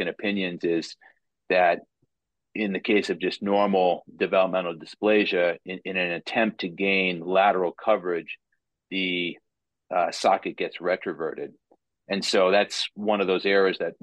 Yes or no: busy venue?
no